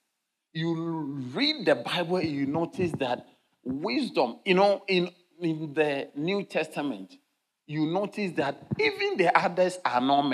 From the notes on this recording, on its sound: Sermon delivered on Friday, October 4, 2023, at LCI Mega-Church in Cape Town, South Africa.